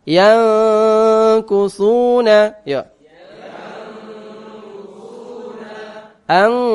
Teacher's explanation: jadi kalau bertemu dengan kaf itu kayak berubah menjadi ng · Term: ikhfa